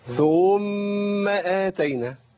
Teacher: اضفت واو بين الثاء والميم، ده منتشر جدا الخطأ ده